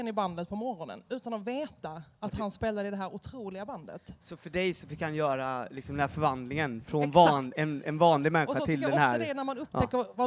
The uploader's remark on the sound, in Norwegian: Live fra Trevarefest